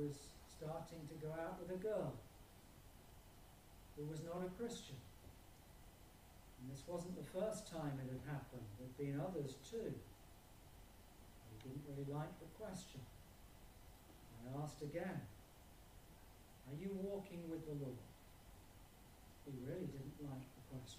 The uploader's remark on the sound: Apologies for reduced sound quality on this video